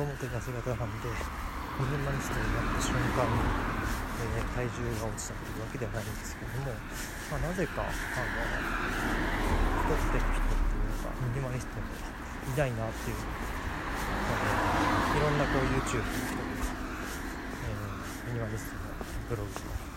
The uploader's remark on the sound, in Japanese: 音量注意※ クルマのノイズが多めです。試験的に駅から家までの帰り道に更新してみました。お聞き苦しさMAXです。